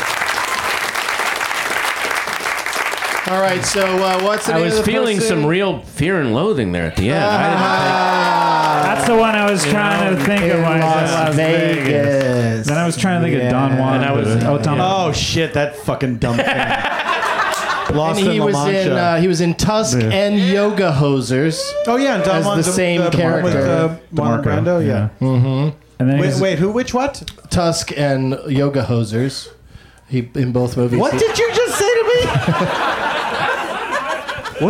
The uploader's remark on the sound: Back home at the UCB Franklin